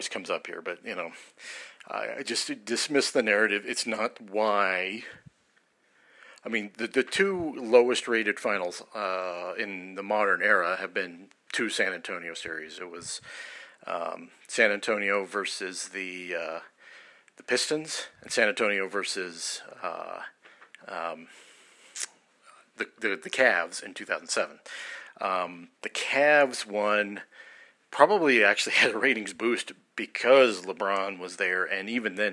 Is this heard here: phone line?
no